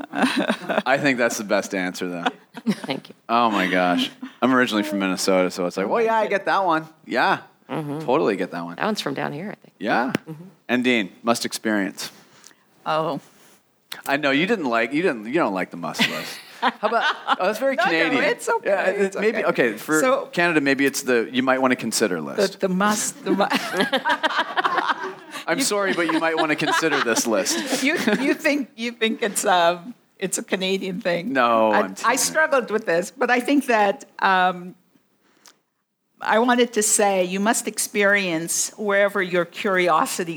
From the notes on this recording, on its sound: In our first live taping of Exceptional Women Out West, at the WPI North America meeting in Portland.